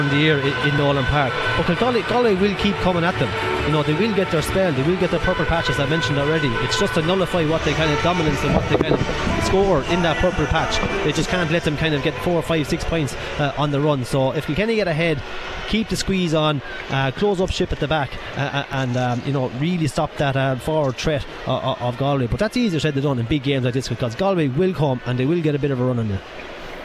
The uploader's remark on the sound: as broadcast live from Croke Park